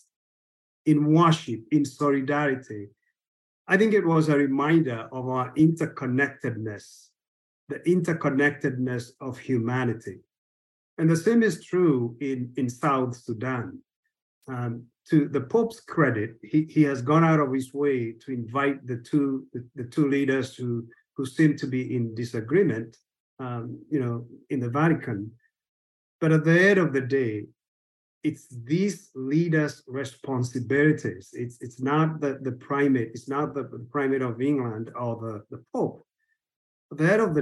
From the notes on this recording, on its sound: a recording of a recent webinar